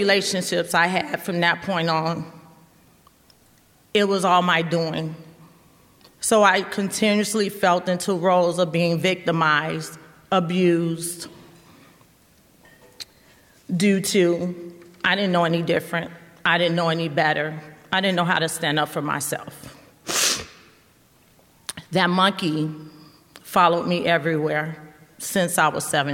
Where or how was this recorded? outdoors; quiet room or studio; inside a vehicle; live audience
live audience